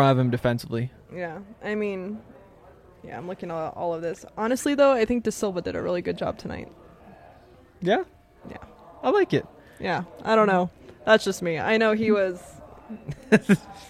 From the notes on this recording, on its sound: LIVE from the DNVR Bar